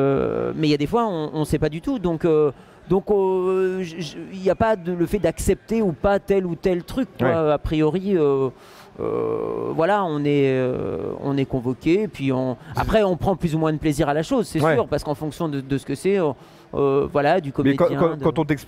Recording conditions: busy venue